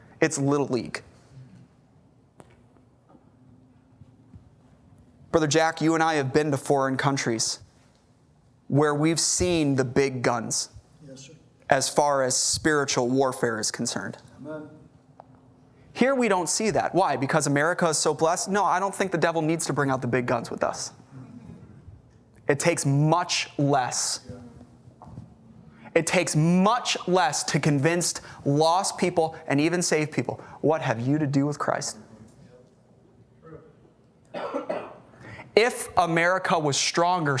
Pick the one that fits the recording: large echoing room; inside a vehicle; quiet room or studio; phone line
large echoing room